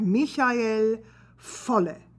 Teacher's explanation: It looks like Michael, but it's pronounced in German, Michael, with that hissing sound. And the V of Volle becomes an F